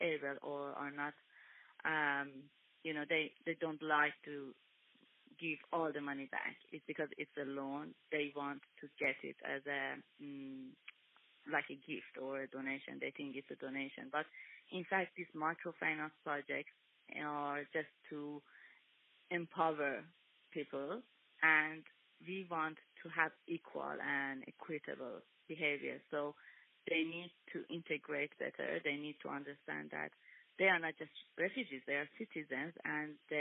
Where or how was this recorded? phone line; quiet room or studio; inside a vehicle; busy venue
phone line